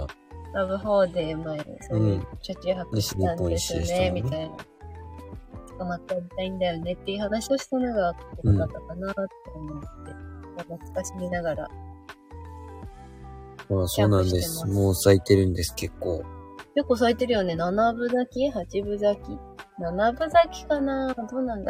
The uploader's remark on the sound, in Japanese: LIVE キャンプ場からお届け。